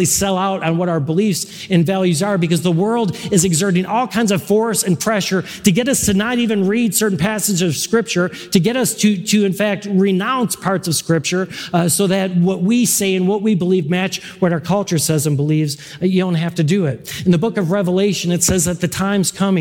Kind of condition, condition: setting, live audience